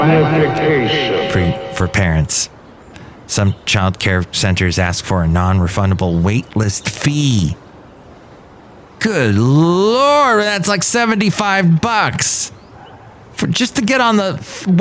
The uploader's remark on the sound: podcasts live from Café Anyway